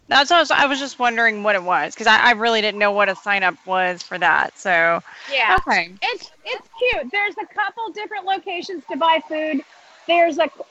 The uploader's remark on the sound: Opening Day Live Review. Live on the Planet of Batuu, in the middle of Black Spire Outpost. This show was recorded live so you'll hear her interactions with the citizens of Batuu and even some members of the First Order.